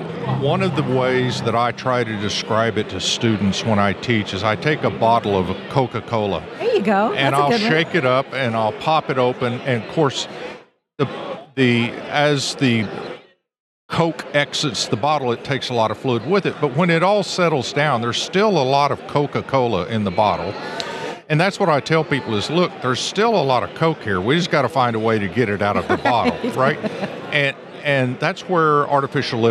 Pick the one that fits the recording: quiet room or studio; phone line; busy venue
busy venue